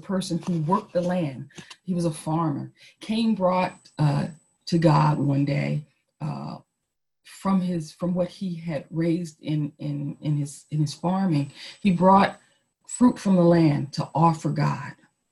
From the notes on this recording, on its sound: Our zoom streamed service.